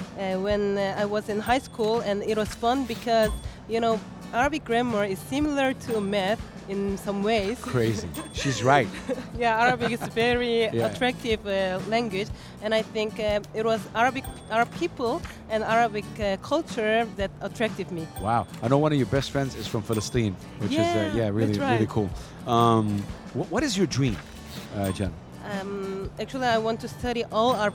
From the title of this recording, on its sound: Live from SIBF 2023